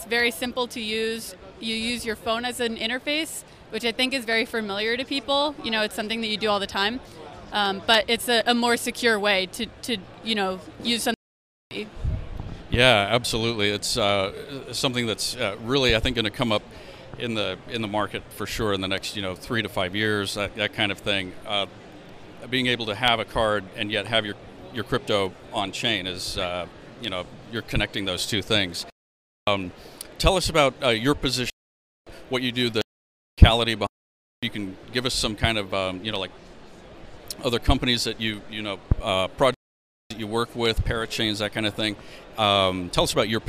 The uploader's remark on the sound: Live from Consensus 2023!